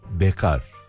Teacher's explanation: Müzik terimi olan bekarın K sesi kalın, A sesi de kısa söyleniyor.